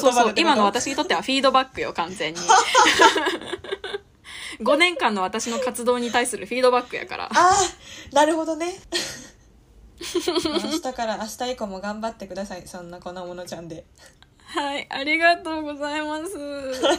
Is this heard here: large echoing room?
no